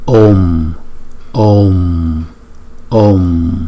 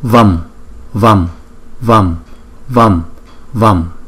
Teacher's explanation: Chữ ôm thì chúng ta kéo dài một chút, nhưng chữ vầm thì chúng ta đọc gọn.